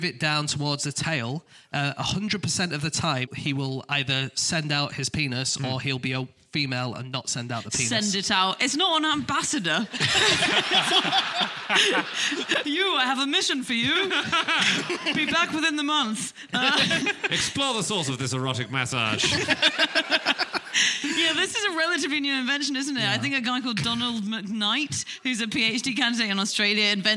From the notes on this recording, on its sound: Live from Aberdeen